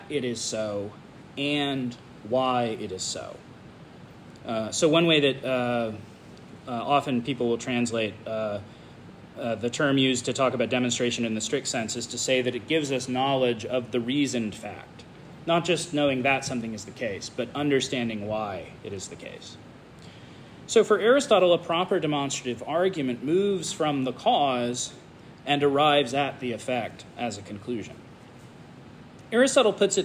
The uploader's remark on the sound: This lecture was given on July 13th, 2023, at the "Thomistic Philosophy & Natural Science Symposium" at the Dominican House of Studies.